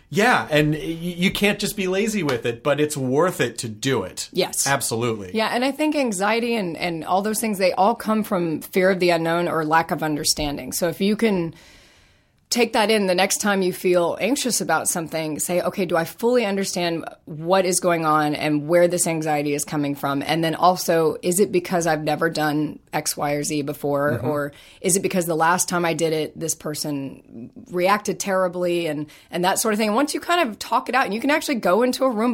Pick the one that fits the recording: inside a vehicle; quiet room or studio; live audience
quiet room or studio